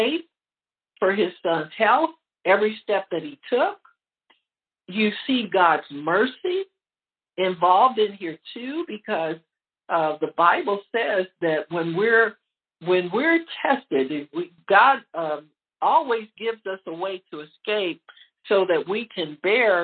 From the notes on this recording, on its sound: HEALING TEACHING CONFERENCE CALL - Audio.